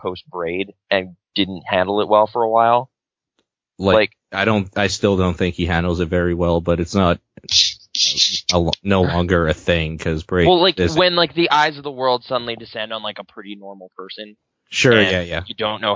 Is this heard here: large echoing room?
no